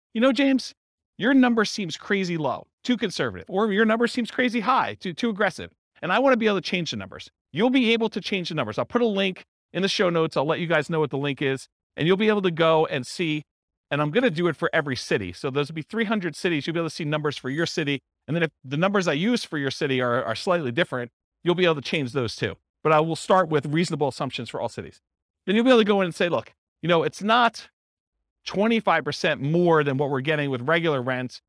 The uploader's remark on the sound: This was a live class recorded